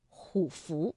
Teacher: 这个符是一个二声字，那么前字虎啊就不能再读214了，而要读21 · Term: 变调